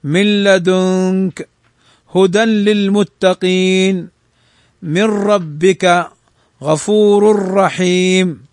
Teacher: وإذا لقيت النون الساكنة والتنوين اللام والراء فإنهما يدغمان بلا غنة · Term: الإدغام بلا غنة